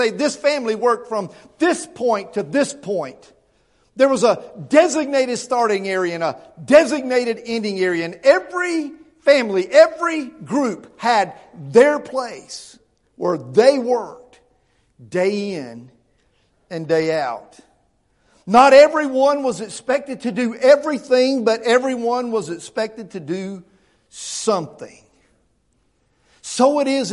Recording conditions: large echoing room